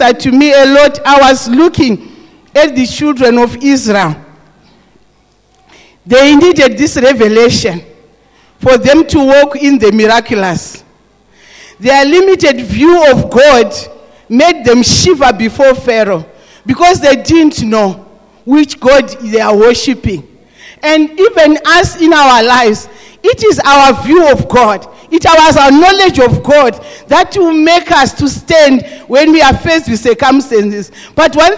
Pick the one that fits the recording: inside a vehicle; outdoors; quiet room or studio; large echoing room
large echoing room